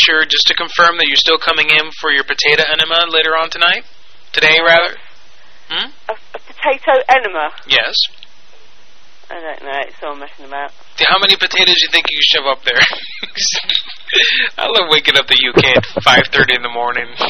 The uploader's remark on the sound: Personal Prank Phone Calls Collection